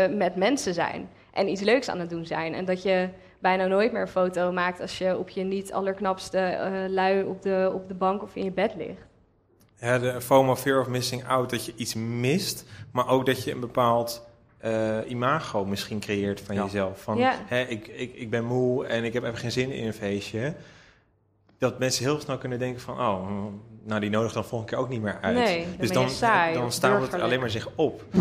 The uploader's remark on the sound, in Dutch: Een live gespreksprogramma dat op 7 oktober werd opgenomen in de Serre van de Botanische Tuinen in Utrecht. Luister in deze podcast naar een compilatie van het gesprek terug.